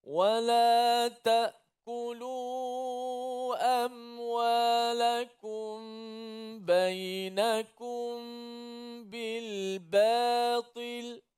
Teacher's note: Yang mana mim mati bila bertemu dengan ba, maka jadilah bacaannya, kita baca secara hukumnya ialah ikhfa syafawi, dengan kita mematikan huruf mim dan memanjangkan huruf mim tu, dengung itu, kerana bertemu dengan huruf ba